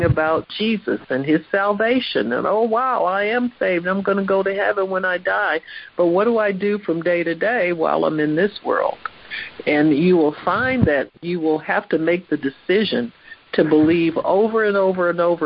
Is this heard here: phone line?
yes